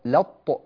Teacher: من لام إلى طاء مباشرة، والتاء خلاص راحت غير موجودة